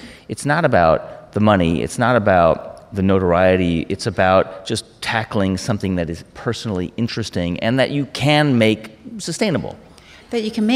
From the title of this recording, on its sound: Live From The HIBT Summit